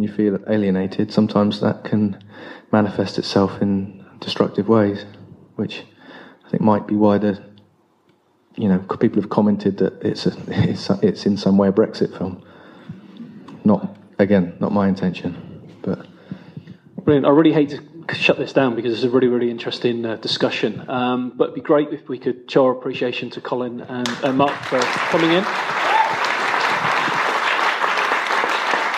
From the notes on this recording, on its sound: Live from 'Dirt in the Gate's' screening at The Shelley Theatre in Bournemouth